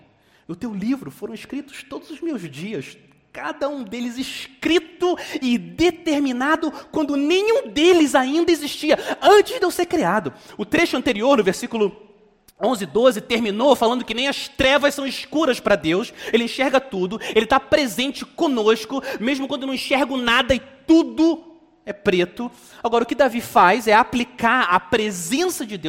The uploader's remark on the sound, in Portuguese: Mensagem gravada na Igreja Batista Jardim Minesota